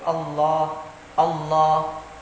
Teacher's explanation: ini asalnya lam, tapi lam yang apa? Yang tebal, jadi Allah. Maka makhrajnya makhraj lam. · Term: lam mufakham